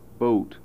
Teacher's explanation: The normal American pronunciation is boat, which is a diphthong from approximately an O toward an U